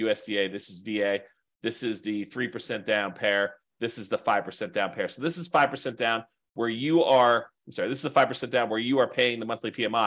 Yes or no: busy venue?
no